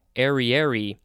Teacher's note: I think the emphasis is on the third syllable.